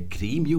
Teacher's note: Und wir sehen, es ist die Übersetzung von einem lateinischen Wörtchen, Gremium mit kurzem E im Lateinischen. Heute in der Entlehnung ins Deutsche sagen wir Gremium mit einem langen E.